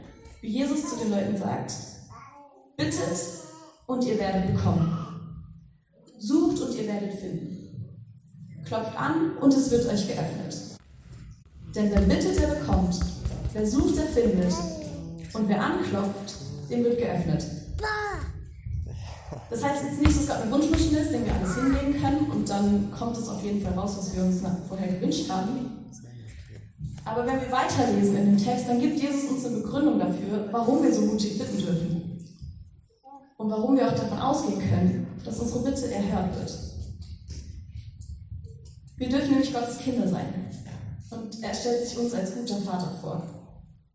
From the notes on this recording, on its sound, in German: Predigt im Rahmen des GreifBar+ Gottesdienstes